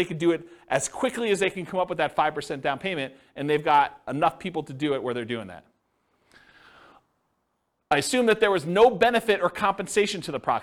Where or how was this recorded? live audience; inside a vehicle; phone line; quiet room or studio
live audience